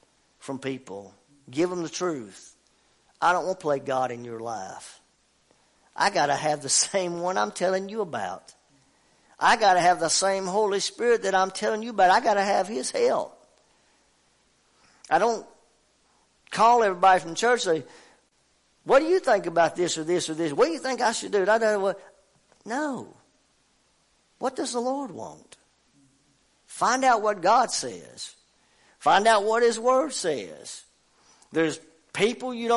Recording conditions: large echoing room